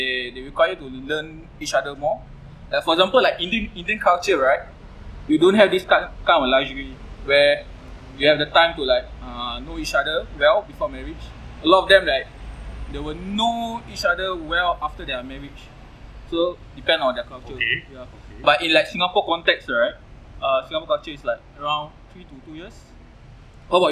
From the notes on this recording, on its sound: This is our first doing podcast episode with 2 guest outdoors, so sorry for the background noise.